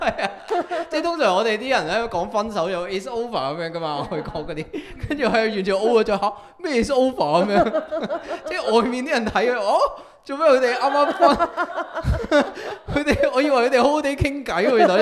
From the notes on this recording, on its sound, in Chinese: 今次係有現場觀眾。